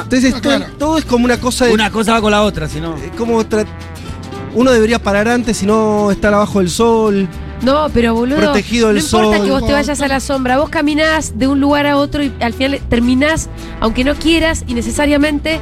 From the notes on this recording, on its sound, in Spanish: en vivo en Yunta Bar